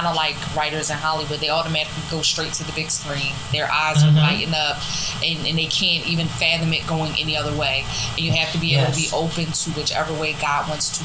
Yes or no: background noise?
yes